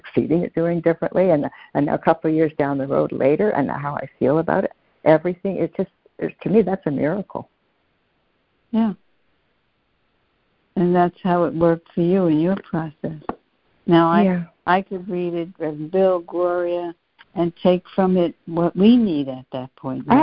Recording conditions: phone line